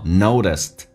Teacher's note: T 在美式发音当中要被浊化叫做 noticed